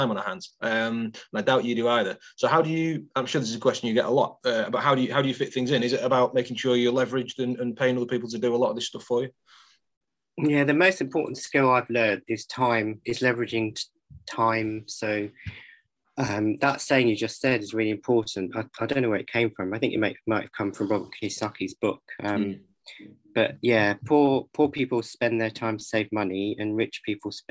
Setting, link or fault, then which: link, video call